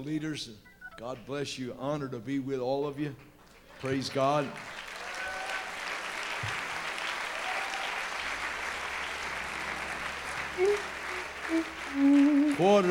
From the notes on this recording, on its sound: Recorded Live: March 8th at EndTime Restoration 2013, Union City, Ca